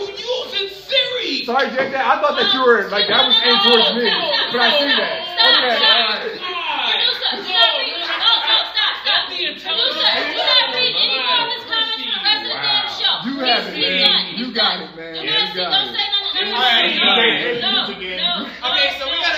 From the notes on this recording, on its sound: Full Gear LIVE at Luv Story Bar.